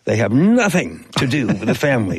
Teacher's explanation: placing heavy emphasis on the first syllable of nothing